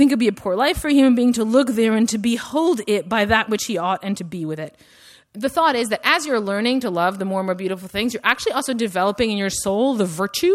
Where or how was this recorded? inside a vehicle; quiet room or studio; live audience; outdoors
live audience